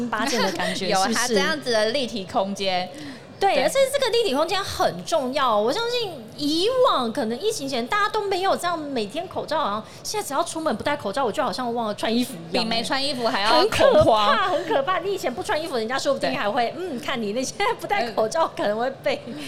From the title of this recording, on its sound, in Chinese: 2022 Medical Taiwan台灣國際醫療暨健康照護展 -Live Podcast